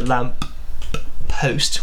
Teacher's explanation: We've separated it to Lamppost with a bit of a glottal stop.